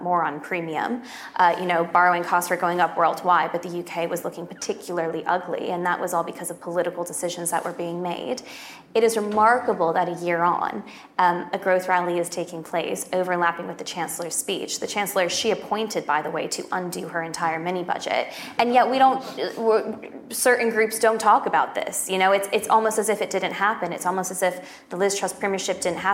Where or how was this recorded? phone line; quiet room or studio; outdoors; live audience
live audience